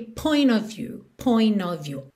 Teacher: Of, OF, sempre com som de OV, você já sabe, certo? E também não é aquele O desenhado, é of, ok?